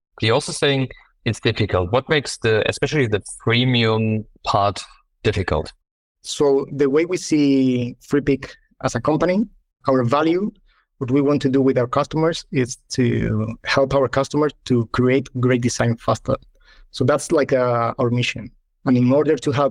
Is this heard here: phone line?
no